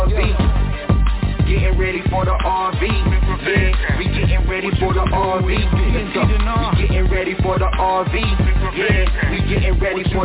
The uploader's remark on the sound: TNTSuperfantastic Conference Call